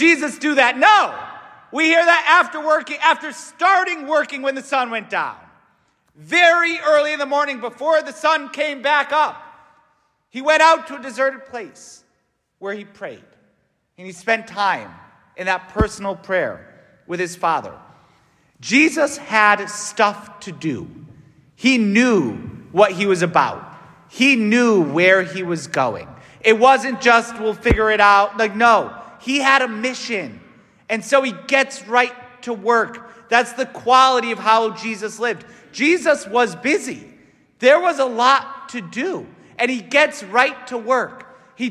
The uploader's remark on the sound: S t Francis Catholic parish homily